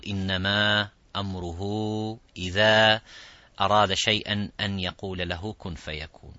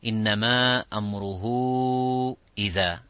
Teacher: there's an alif and mad and hamza coming. That's mad munfasil.